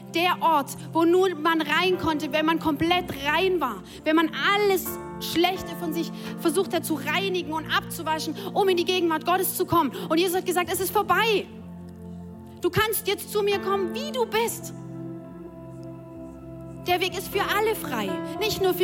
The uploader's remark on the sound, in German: Audiomitschnitt der Predigt vom 09.04.23.